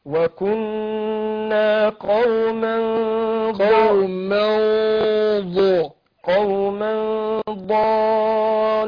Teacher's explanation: نون التنوين وجي بعدها الضاد، فانا هخفي نون بتاعت قوم من، النون اللي بتتنطق مش بتتكتب دي، جه بعدها ايه الضاد، فهخفي نون التنوين عند الضاد مع تفخيم الغنة · Term: اخفاء